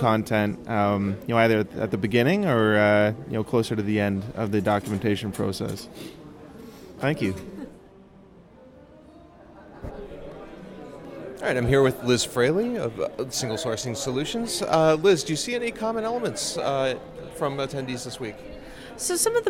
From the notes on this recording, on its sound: interviews attendees and vendors at LavaCon 2018